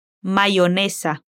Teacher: no pronuncia la Y con sonido de sh, sino como si fuera una I. Así, mayonesa.